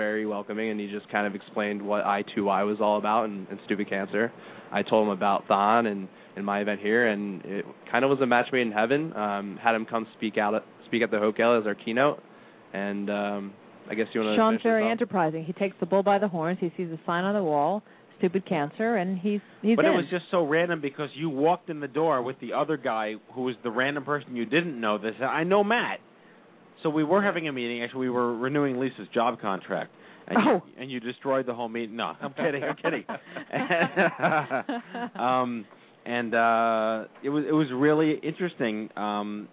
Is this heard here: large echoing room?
no